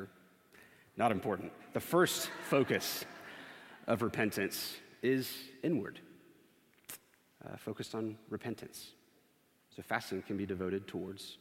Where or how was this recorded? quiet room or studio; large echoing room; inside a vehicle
large echoing room